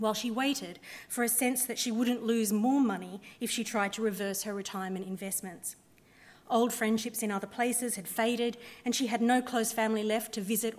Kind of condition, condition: setting, live audience